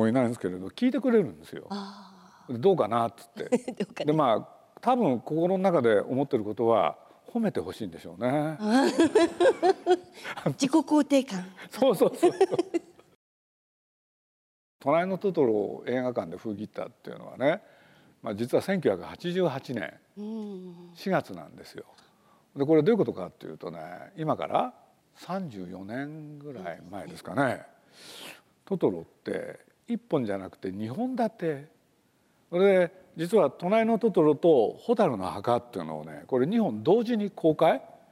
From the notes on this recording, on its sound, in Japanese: 東京国際フォーラムで行われた、第70回全国幼児教育研究大会東京大会のスペシャルトーク